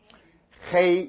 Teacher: 有点像这个德文的 ch 啊，像我们巴哈巴啊，是很重的后面的喉咙音